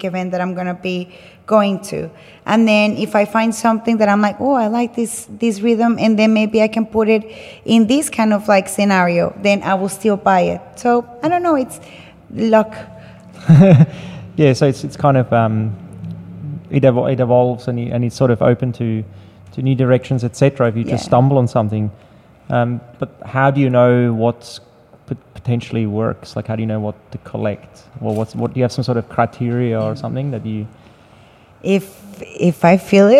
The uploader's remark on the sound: Live conversation in the gallery focused on DJ culture and vinyl record digging/collecting by Sydney-based Colombian-born DJs/selectors.